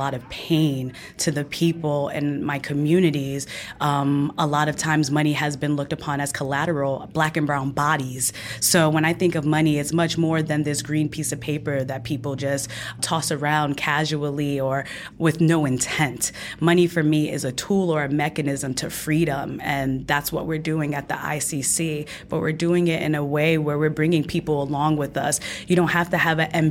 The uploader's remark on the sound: Season 2 of Rewriting The Playbook is coming to you live from CHROMA 22 in Philadelphia.